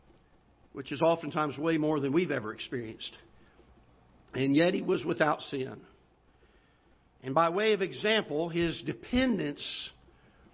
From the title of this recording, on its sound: Ketha Heights Baptist Church ~ Live Broadcast